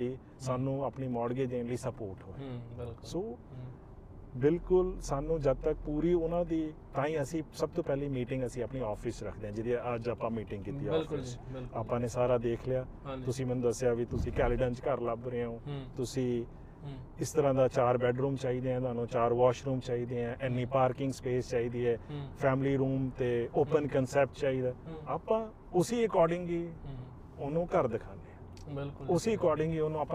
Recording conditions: inside a vehicle